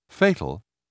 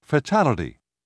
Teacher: In English words, unaccented or unstressed vowels frequently have the a sound. Listen to the difference between the first accented a in fatal and the same a in the word fatality, where it is not accented.